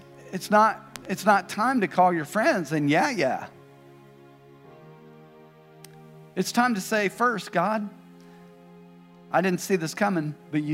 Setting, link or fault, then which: setting, large echoing room